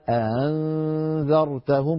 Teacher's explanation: الهمزة المسهلة مثل الهمزة المحققة من نفس المخرج لكن الوتران الصوتيان يكون بينهما تباعد بسيط فبيطلع يتسرب الصوت من بين الوترين يتسرب صوت الهمزة من بين.